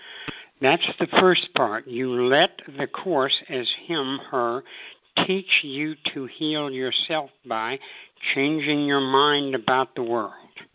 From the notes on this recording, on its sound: ACIM Daily TEXT Conference Call.